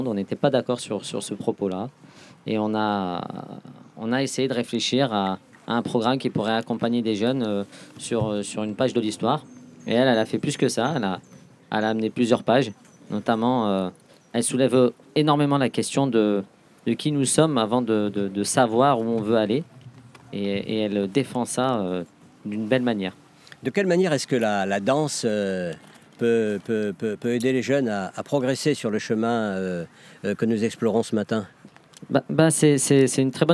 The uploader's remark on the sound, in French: Réalisé dans le cadre du festival 2021 des Dialogues en humanité, "La voix aux jeunes", l'équipe de Bubble Art. S'est rendu au Parc de la tête d'or à Lyon pour rencontrer des jeunes.